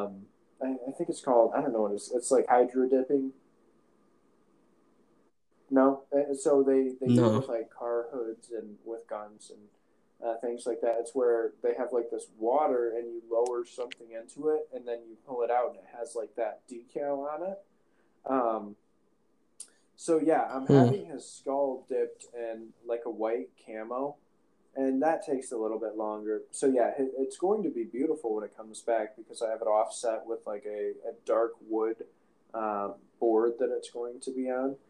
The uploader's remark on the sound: Recording Issues. After a couple weeks of having audio issues during us recording. We finally were able to fix it after 4 attempts!